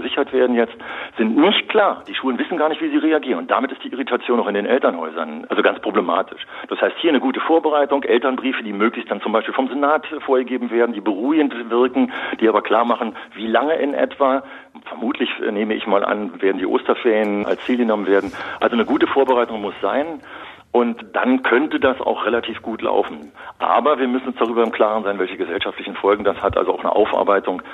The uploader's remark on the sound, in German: Im Inforadio (rbb) per Telefon ein Interview.